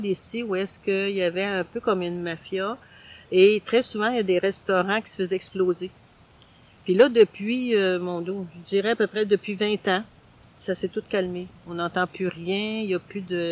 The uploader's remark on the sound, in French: En direct du Parc Luigi-Pirandello